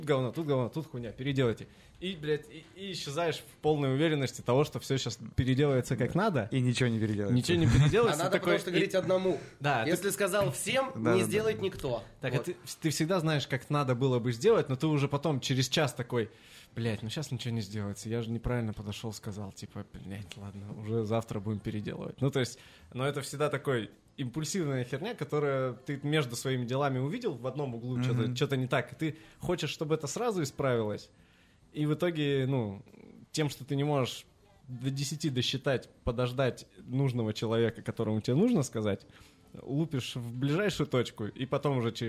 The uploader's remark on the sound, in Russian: Это очередной выпуск, записанный во время SPBCW 2023.